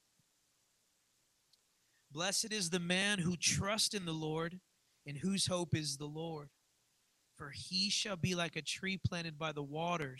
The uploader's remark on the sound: live from the Redemption